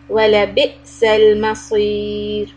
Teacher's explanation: The ra here will be soft. There is a ya before the ra sukun. So we make the ra soft.